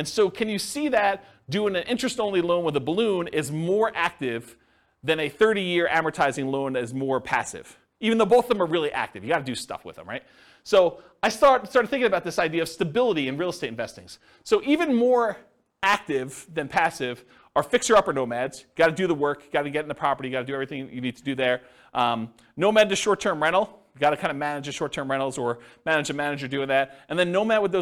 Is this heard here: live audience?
yes